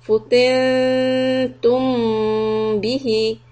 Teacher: the ميم is also إخفاء شفوي and we keep the lips lightly on top of each other